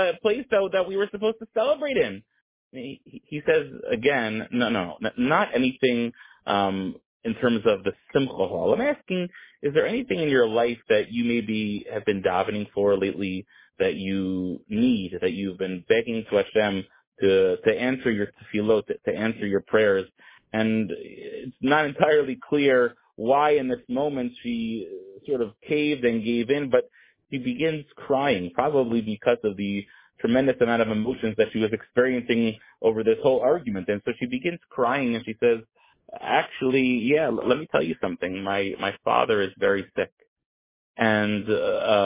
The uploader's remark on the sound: Tehillim Call